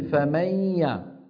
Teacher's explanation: طب والخيشومي موجود، مظهرة مطولة، الجزء الخيشومي اللي هو الغنة، الغنة مظهرة، ومو بس مظهرة، مطولة كمان · Term: الإدغام بغنة